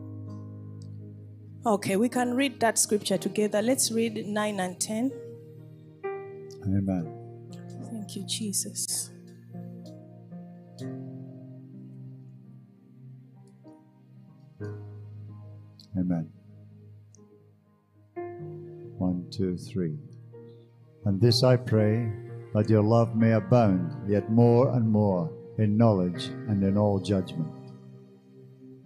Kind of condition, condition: setting, large echoing room